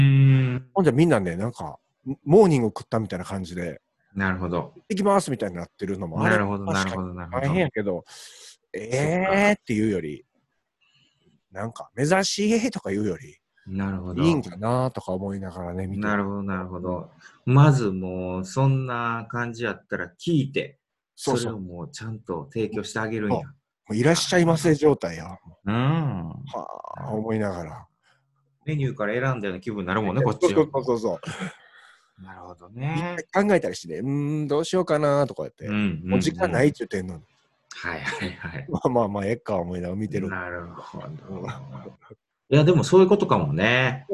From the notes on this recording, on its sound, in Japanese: Zoom収録しています。